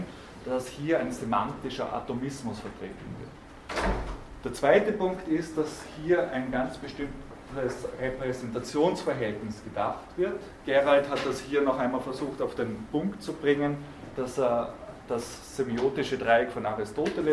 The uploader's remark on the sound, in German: Diese Vorlesung wurde von Studierenden aufgenommen